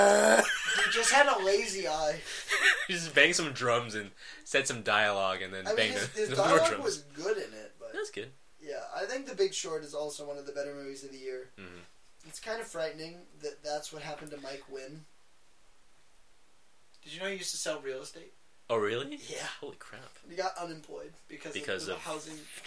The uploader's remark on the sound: The audio was shit